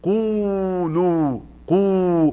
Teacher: اما اقول قولوا، قو، مديت الضمة بتاعت القاف والضمة بتاعت اللام